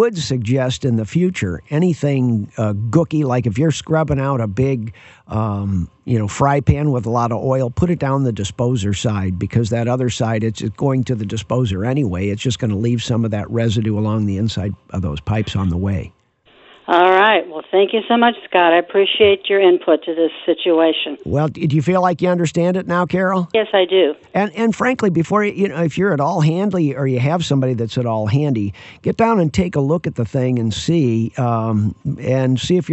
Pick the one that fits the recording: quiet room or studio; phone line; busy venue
phone line